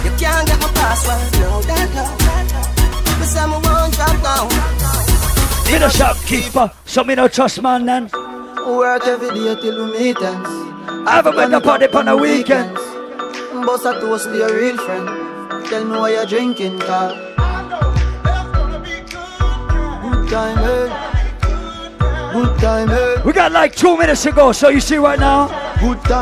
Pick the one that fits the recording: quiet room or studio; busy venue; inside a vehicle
busy venue